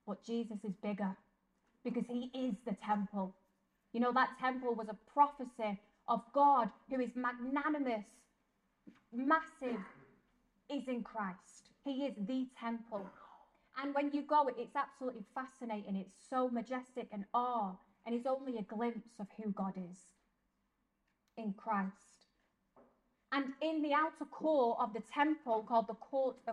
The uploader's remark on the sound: This episode is a live-talk given at the Blessed Sacrament Shrine in Liverpool on Monday 11th December 2023.